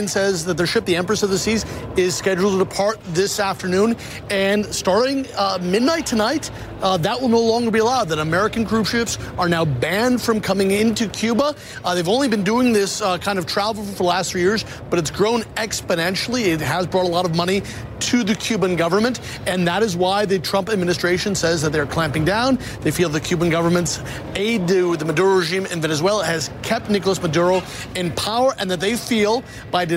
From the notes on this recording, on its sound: live from the New York Stock Exchange